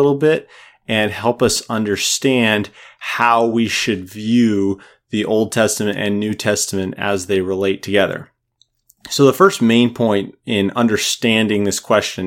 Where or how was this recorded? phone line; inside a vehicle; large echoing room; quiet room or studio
quiet room or studio